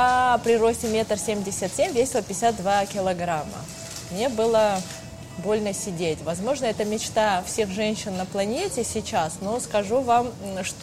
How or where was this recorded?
busy venue